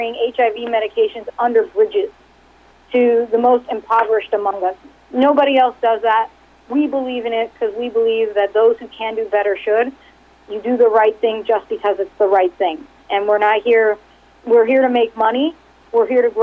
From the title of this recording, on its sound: Progressive Care Conference Call for Q3 2019